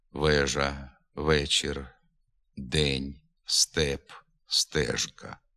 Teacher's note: Голосний «е» чітко, виразно вимовляється під наголосом.